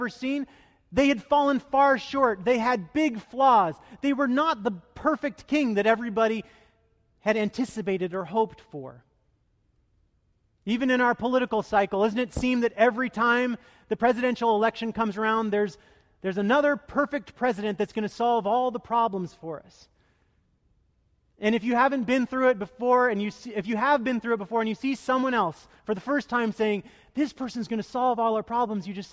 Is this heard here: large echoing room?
yes